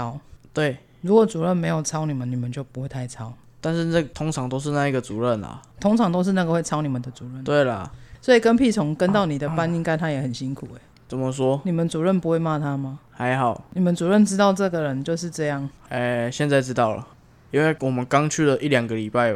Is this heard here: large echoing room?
no